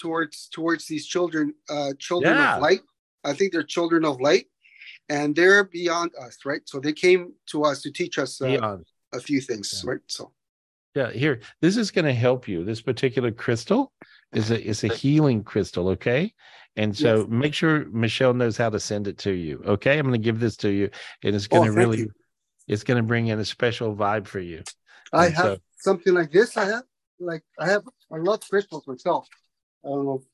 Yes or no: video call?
yes